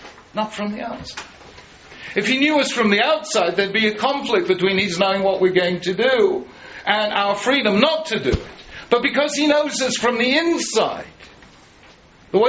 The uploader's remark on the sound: This is a recording of a shiur at Eretz HaTzvi. Including short Q&A.